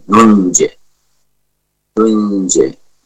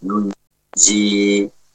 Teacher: Jim memiliki sifat qalqalah, tidak waqaf dengan ya madiyah, nunji, tidak juga waqaf dengan kasrah, nunji, ya, namun waqaf dengan suara jim sukun yang dikolkolahkan · Shown in: first take